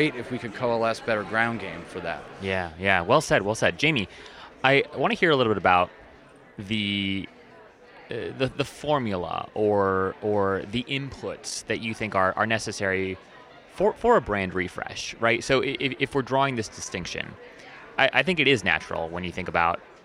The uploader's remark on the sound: This episode was live recorded at the 2023 AMA Symposium for the Marketing of Higher Education in Chicago, Illinois.